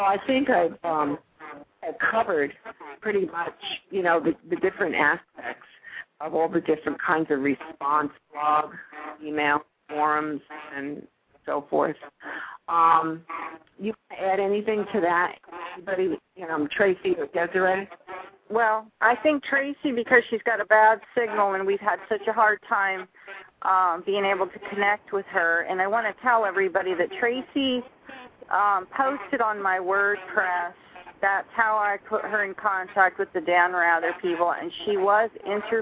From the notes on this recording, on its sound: Truth About Trucking "LIVE" opens up the phone lines